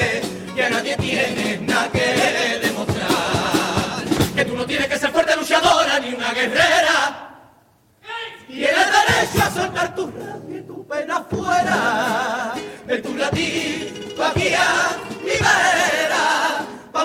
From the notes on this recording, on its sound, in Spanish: En directo desde el Gran Teatro Falla de Cádiz. Retransmisión del Concurso Oficial de Agrupaciones Carnavalescas del Carnaval de Cádiz 2024 en Onda Cero Cádiz.